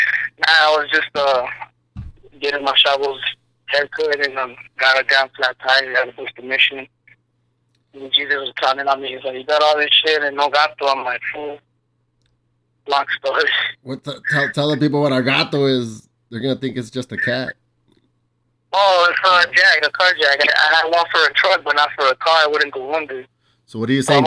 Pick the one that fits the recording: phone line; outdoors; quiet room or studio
phone line